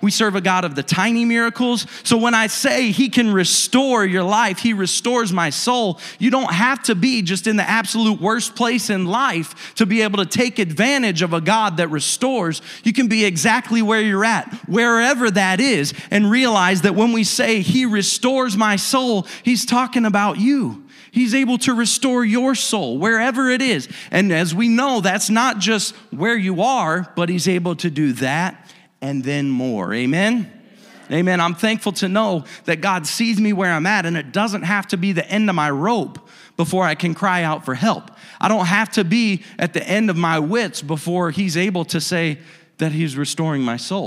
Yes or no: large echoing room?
yes